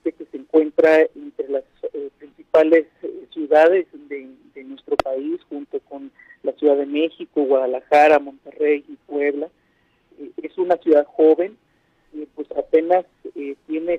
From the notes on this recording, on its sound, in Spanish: entrevistamos vía telefónica